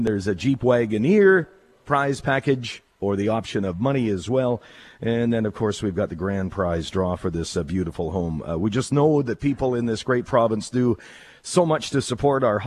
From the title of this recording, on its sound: Live from Hospital Home Lottery show home